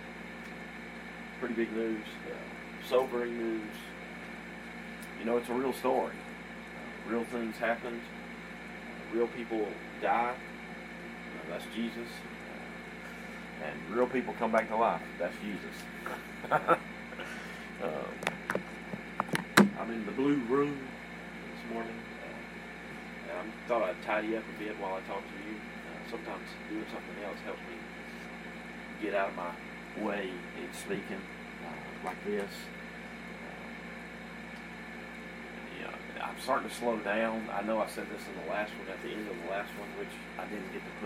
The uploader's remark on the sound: Having technical difficulty.